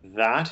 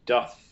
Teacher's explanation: We have that is voiced and doth is unvoiced. The same articulation, but one with voice and one unvoiced.